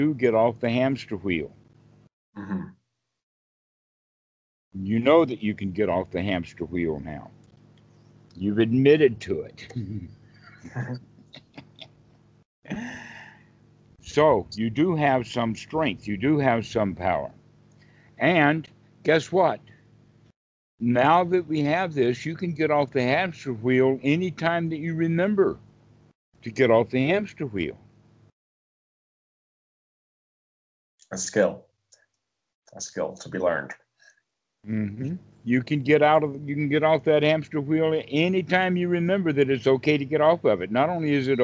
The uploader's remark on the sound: skype calls on this channel